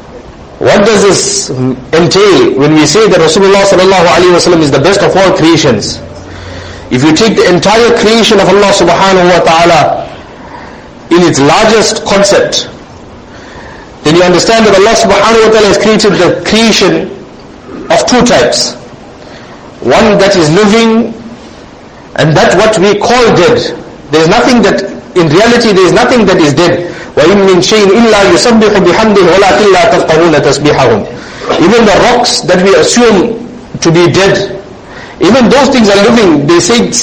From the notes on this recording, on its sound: Jumuah lecture